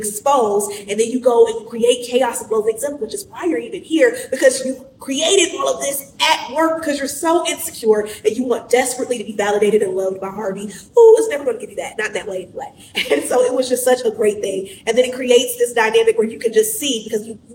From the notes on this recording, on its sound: Excitement is bubbling over as we step into our very first live show at Creative Space, Ohio!